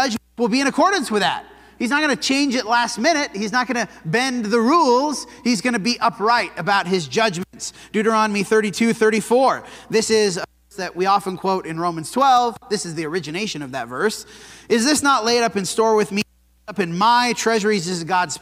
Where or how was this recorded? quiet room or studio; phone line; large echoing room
large echoing room